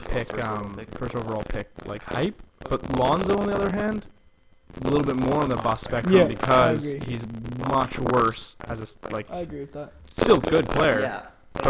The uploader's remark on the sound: We apologize for any audio issues as we are upgrading equipment.